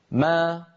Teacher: فبتباعد الشفتين خرجت الميم وبتباعد الفكين خرجت فتحتها